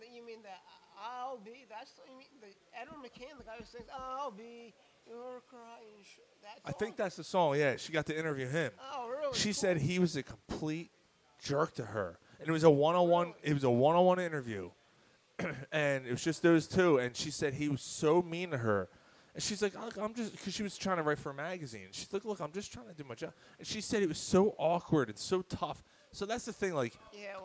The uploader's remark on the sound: The guys are live at Naked Brewing Company to celebrate their 8th Anniversary of doing the podcast.